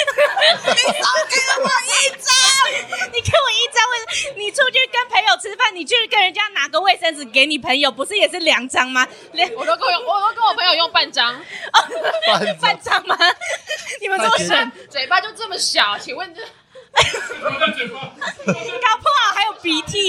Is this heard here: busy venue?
yes